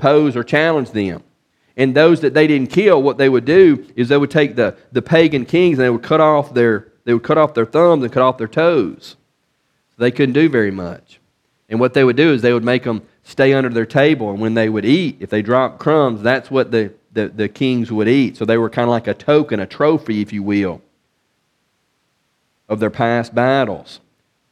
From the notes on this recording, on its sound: from the pulpit of Beaver Baptist in Brighton, Tn.